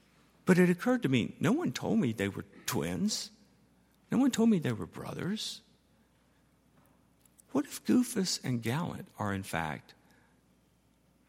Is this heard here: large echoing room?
yes